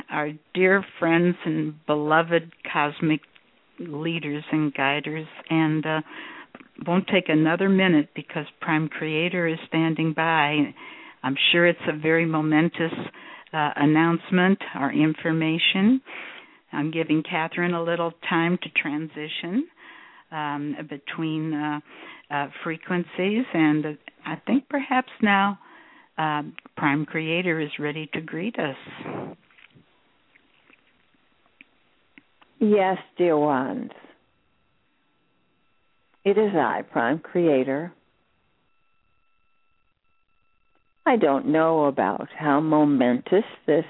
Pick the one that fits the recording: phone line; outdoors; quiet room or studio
phone line